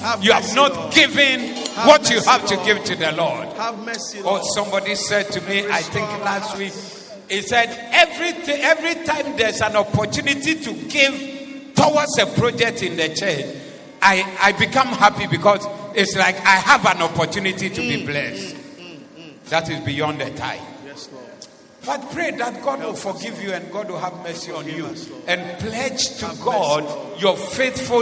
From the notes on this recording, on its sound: Preached at the Doxa Service 23072023